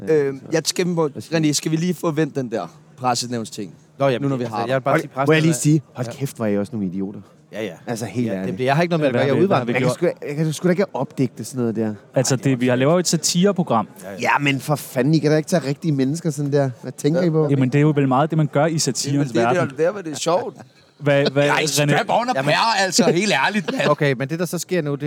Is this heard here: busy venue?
yes